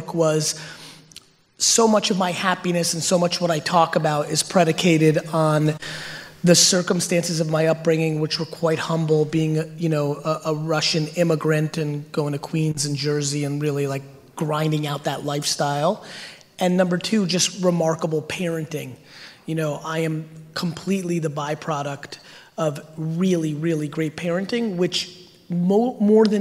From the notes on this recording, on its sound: A Throwback to Slime Bash 2019. We quickly dive into Q&A where I answer some of the crowd's questions.